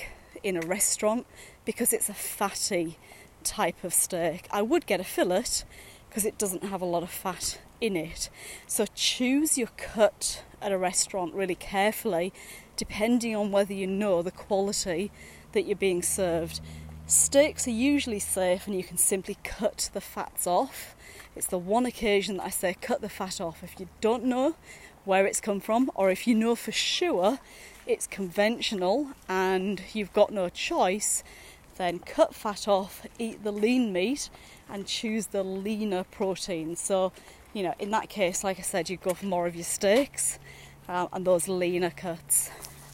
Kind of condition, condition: setting, outdoors